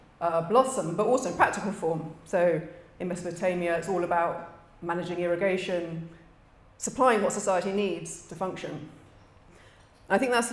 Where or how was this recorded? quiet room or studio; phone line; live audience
live audience